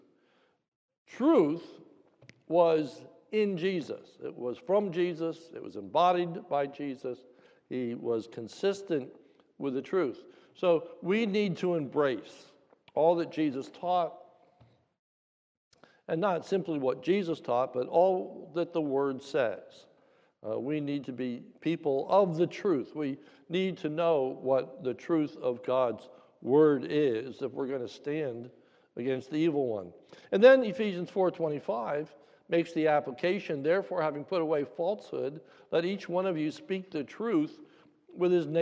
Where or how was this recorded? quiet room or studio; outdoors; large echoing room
large echoing room